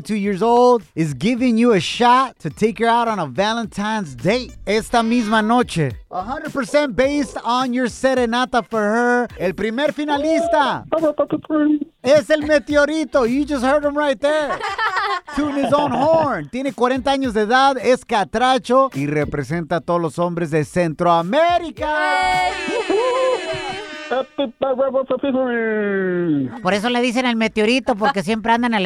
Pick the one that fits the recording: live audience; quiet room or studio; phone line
phone line